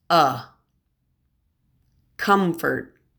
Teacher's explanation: This next short list of words also has a stressed COM, but the O is pronounced as a short U